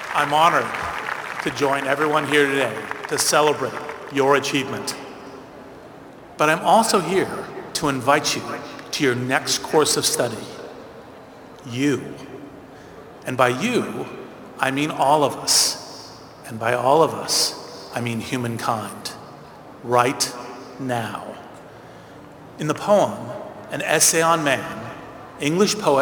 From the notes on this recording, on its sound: Commencement Speech at Bologna Business School. At the Bologna Business School at the University of Bologna, the oldest university in the Western world.